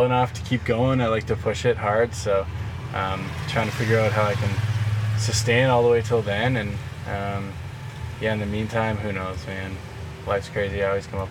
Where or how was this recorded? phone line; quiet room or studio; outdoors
outdoors